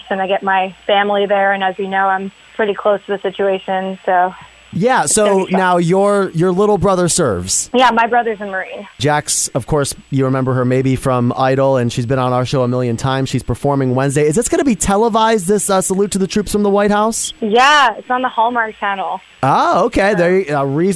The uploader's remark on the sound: called in from our nation's capital